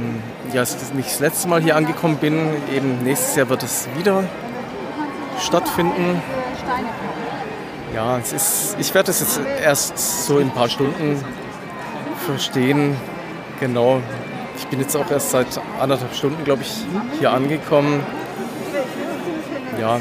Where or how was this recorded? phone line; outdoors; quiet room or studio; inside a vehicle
outdoors